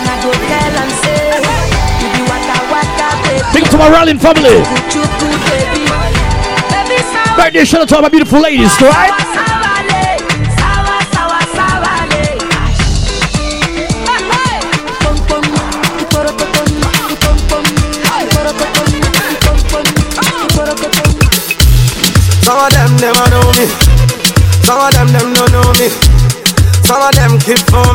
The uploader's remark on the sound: LIVE INSIDE REIGH ULTRA BAR NC. LIVE FROM JAMAICA INSIDE REIGH ULTRA BAR NC.